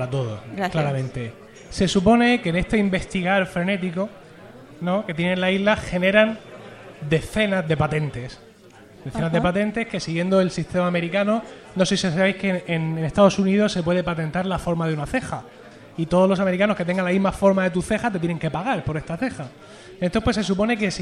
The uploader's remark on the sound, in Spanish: En directo desde Bharma. Gracias a las Jornadas de Podcasting 2014 un viejo sueño se ha cumplido, poder emitir un directo desde Bharma, el bar barcelonés ambientado en Lost.